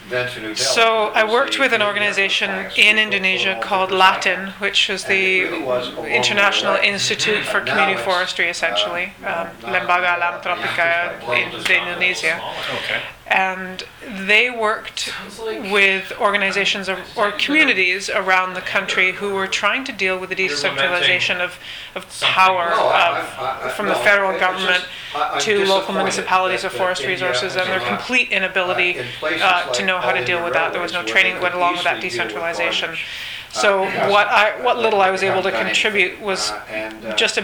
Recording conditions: busy venue